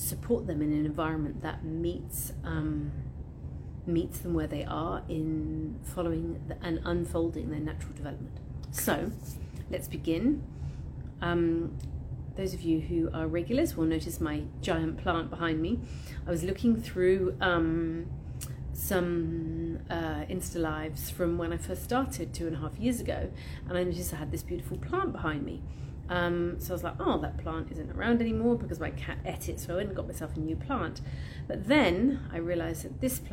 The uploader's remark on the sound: All podcast sessions originally recorded on Instagram Live